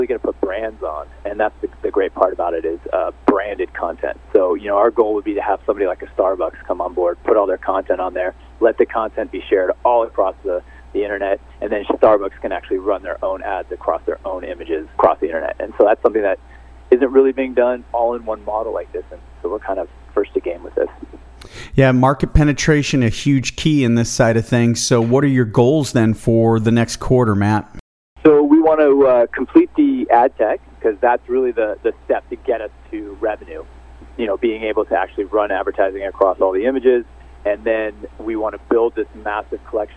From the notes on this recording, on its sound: called in to SmallCapVoice